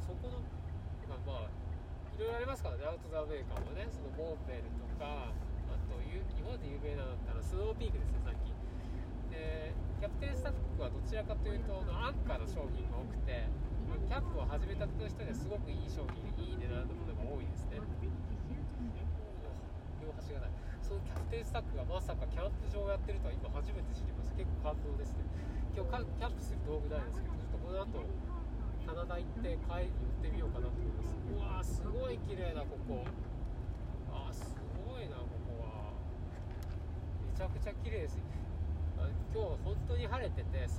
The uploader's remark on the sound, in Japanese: 新潟ドライブ中に配信。新潟ドライブ中に暇だったので録音しました。